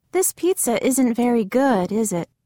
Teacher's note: Notice how the intonation falls in tag questions when you expect the listener to agree.